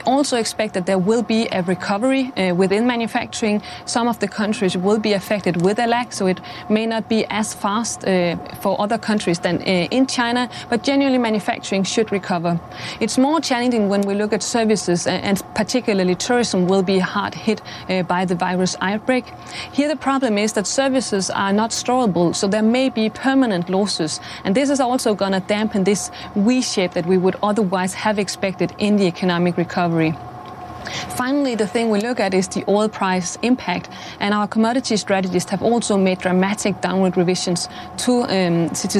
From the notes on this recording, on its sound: live from the New York Stock Exchange